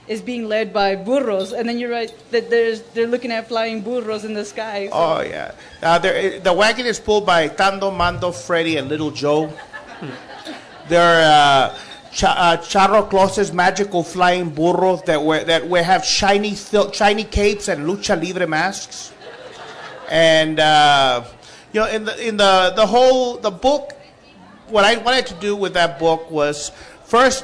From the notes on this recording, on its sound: a special broadcast from the 2014 Tucson Festival of books